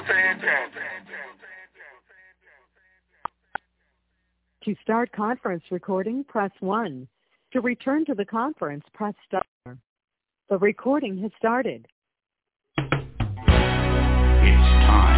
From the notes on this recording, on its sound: TNTSuperfantastic Conference Call - Wednesday, May 25, 2022